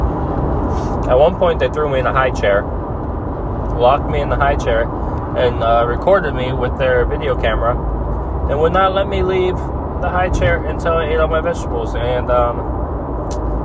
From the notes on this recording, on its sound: I talk while driving home from work